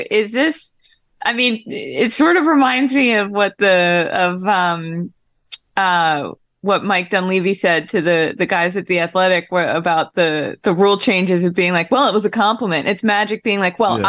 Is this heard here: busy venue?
no